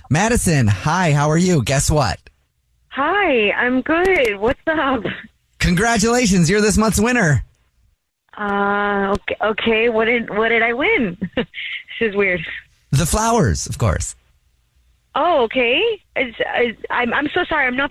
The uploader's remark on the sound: Now the Jubal Show is on the phone to help him out.